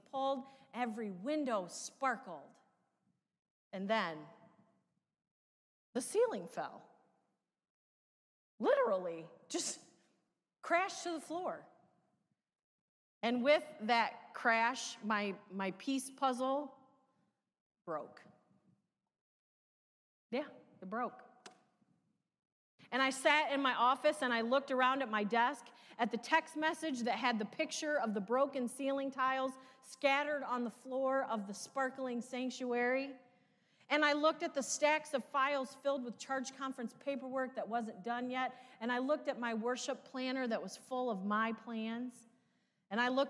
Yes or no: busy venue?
no